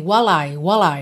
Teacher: While I juntou aqui pelo L